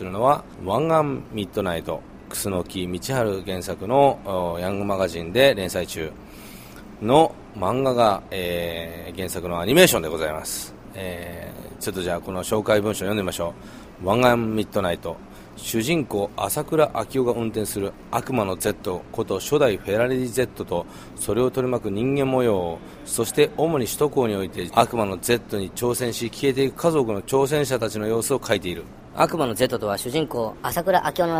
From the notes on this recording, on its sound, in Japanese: FROM ＬＡ【PART2】。ブラム＆ポーギャラリーでの個展の準備の現場からお送りしています！